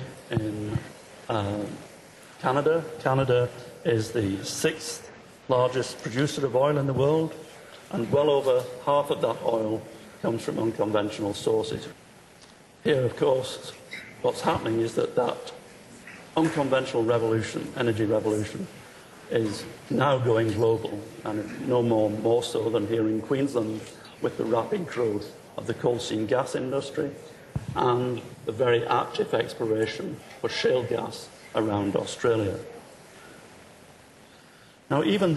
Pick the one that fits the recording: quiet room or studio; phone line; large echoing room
large echoing room